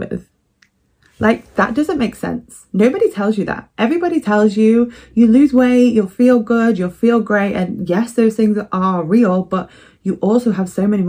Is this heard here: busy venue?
no